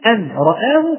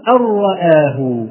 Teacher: تلاحظ أن الإنسان يرتفع إلى النون ثم يهبط ثم يرتفع إلى الراء · Shown in: first take